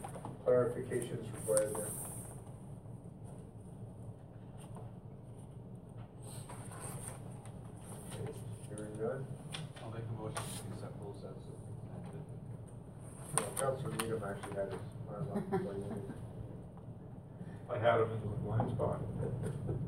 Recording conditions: large echoing room